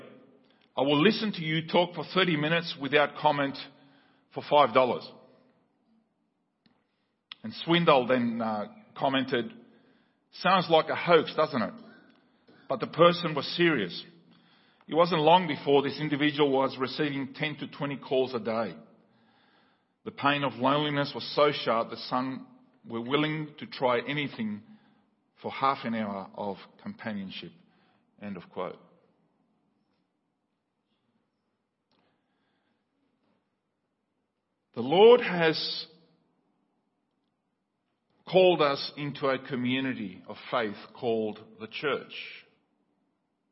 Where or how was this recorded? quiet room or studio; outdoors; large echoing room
large echoing room